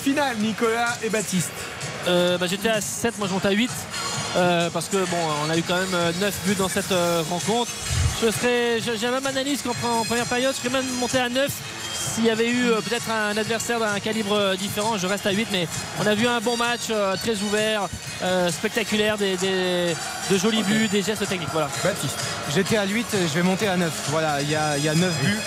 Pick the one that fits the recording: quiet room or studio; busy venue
busy venue